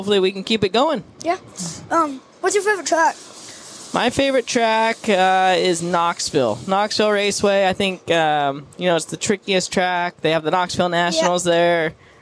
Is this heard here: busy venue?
yes